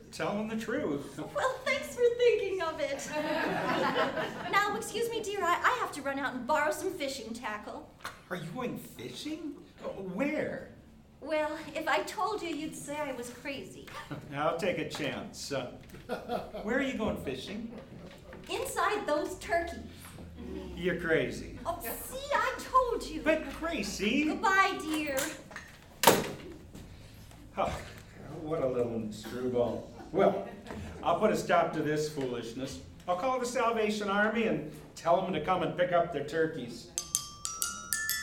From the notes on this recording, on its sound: Broadcast Live 1940’s-style Radio Show from Julian Town Hall. Produced by: East County Performing Arts.